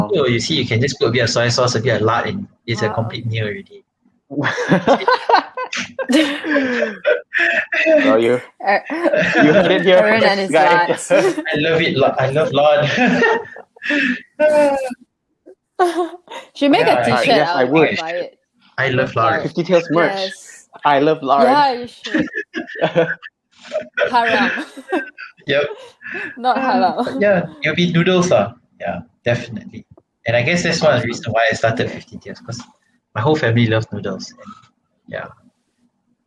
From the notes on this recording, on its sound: This episode was recorded remotely so we are so sorry about the poor quality audio